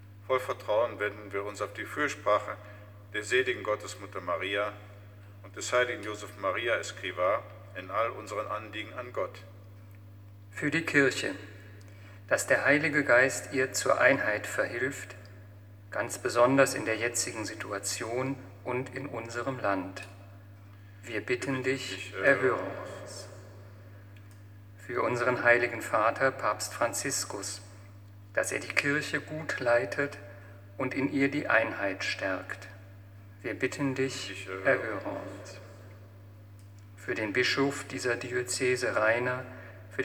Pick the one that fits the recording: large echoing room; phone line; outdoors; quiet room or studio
large echoing room